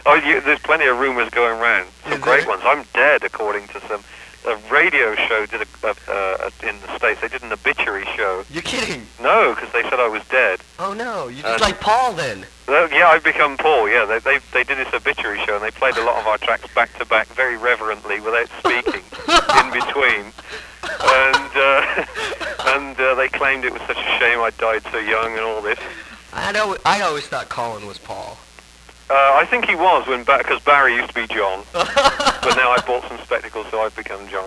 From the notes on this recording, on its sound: over the phone